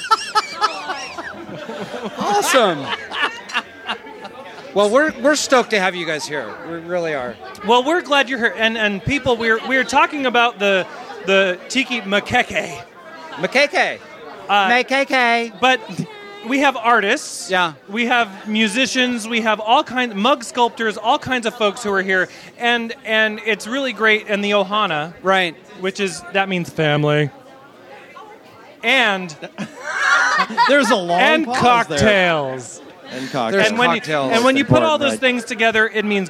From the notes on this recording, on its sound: Live from Don The Beachcomber in Seal Beach.